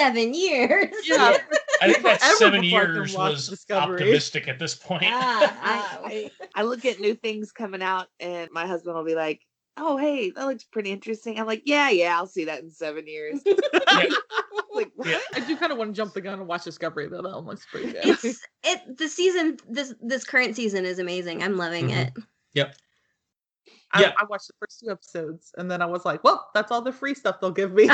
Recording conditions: poor sound quality